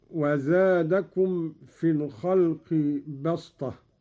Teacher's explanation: قرأ قالون بالصاد قولا واحدا، وهي لغة قريش، أبدلت السين صادا لتوافق الطاء في الاستعلاء والإطباق